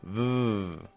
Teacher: the letter V, like V, is what we would call a fricative sound. This means that it flows out. It doesn't build up in pressure.